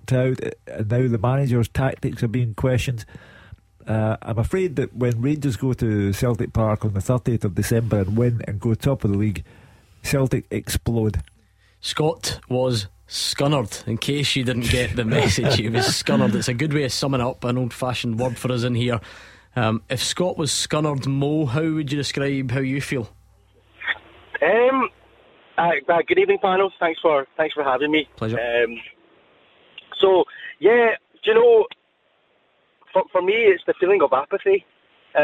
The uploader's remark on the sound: Clyde 1 Superscoreboard. The phone lines are opened for you to have your say.